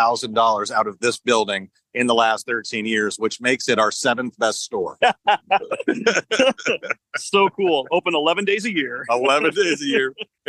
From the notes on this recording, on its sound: The BedBuzz Live from the Tulsa State Fair.